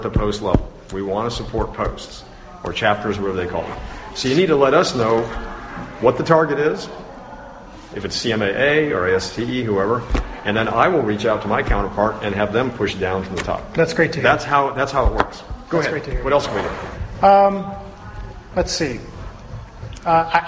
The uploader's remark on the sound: live from the Sacramento Post Sustaining Members Forum at Travis AFB